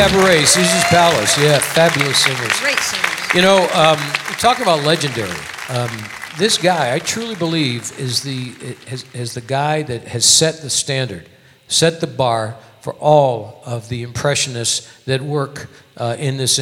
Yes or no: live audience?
yes